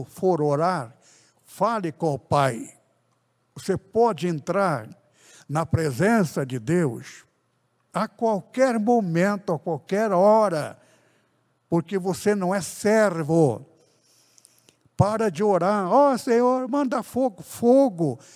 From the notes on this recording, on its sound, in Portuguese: CULTO REALIZADO DIA 17/11/2021 AO VIVO NA IGREJA ADNIPO SEDE